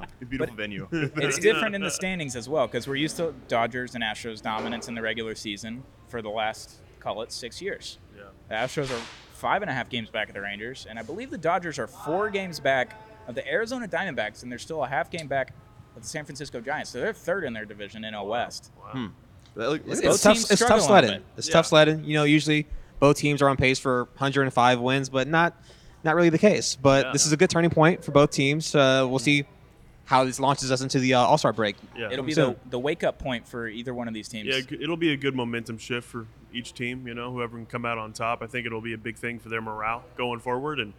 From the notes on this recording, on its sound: In this episode, the boys are live at Houston TX Hot Chicken